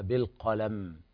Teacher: فالوقف على الميم بالسكون مع الغنة التي أصل ذات الحرف